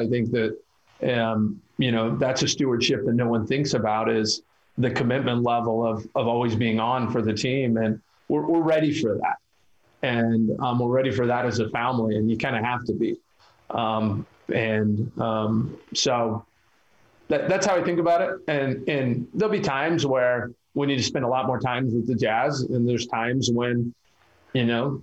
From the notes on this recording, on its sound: fielded questions from local media via ZOOM